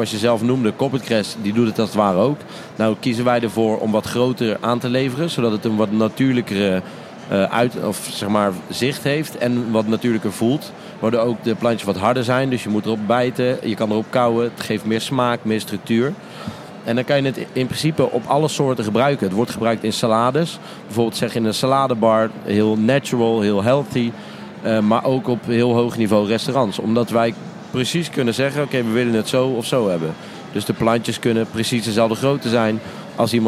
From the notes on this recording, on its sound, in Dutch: Vandaag live vanaf de Horecava